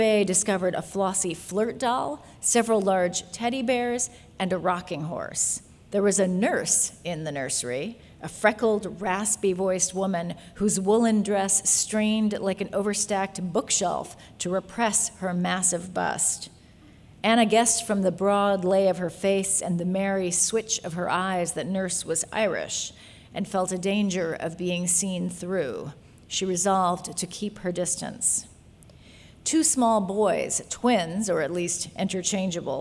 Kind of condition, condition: setting, live audience